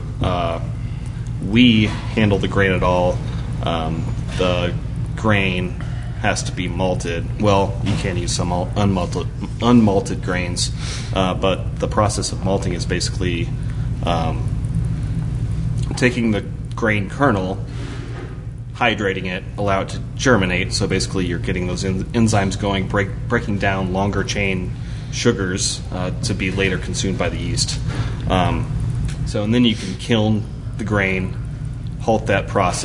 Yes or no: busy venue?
yes